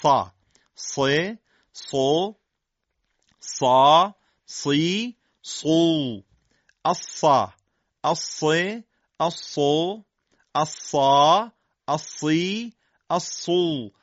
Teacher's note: سطح باریک جلوی زبان با حالت شیار در تولید این حروف نقش داره و به اون قسمت هم اصلت اللسان گفته میشه با سین، لذا به سه حرف سین، زا و صاد حروف اصلی گفته میشه، حروف اصلی با سین.